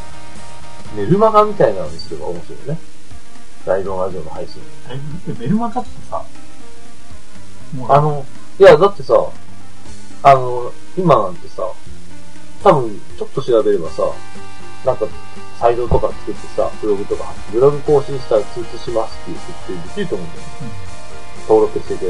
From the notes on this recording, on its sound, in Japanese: 低音質です。